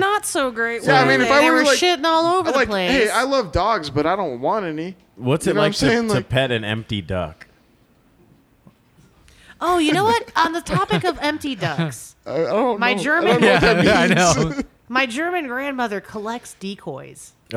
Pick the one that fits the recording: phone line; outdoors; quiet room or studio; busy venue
busy venue